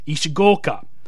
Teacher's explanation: there's an S-H-I and the I isn't elongated, so it's barely pronounced